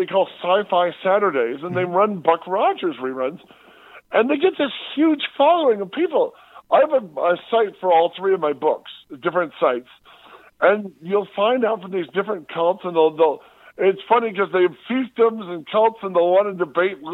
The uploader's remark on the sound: We take a fun phone call from podcaster, actor, writer, etc